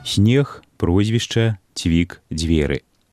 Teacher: У гэтых беларускіх словах гучаць мяккія, крыху з адценнем шапялявасці гукі. Падкрэслена мяккія зе, се, дзе, це, яскравая рыса гукавой сістэмы нашай мовы.